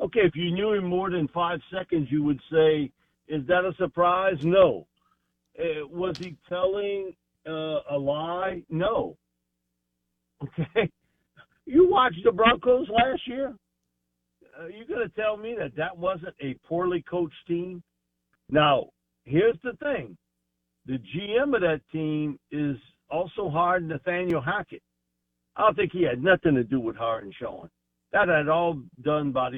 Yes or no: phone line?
yes